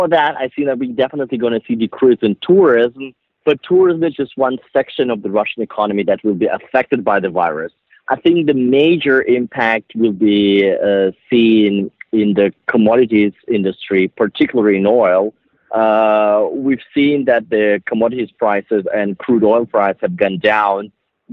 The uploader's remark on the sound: On the phone. The episode was recorded and edited at CM Records Studio in central Moscow.